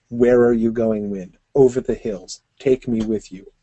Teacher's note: It's generally trochaic, uh, hard syllable, short syllable. Notice how the beginning of the lines mostly start with an emphasis.